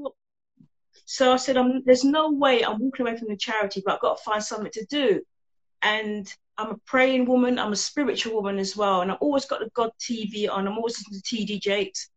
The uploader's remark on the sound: This was an Instagram Live conversation now turned podcast episode.